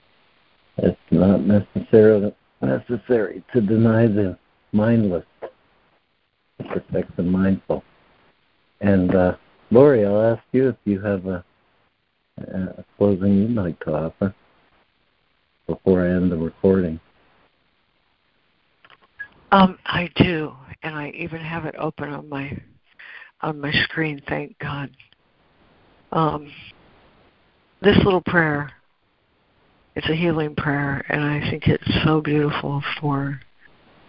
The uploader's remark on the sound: ACIM Daily Conference Call.